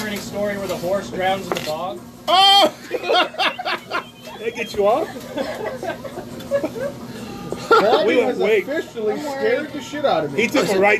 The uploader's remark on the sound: Live from ritchies